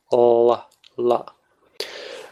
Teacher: instead of against the teeth, you're putting the tongue against the alveopalatial ridge. L. And the sound is a little bit different. · Term: curled back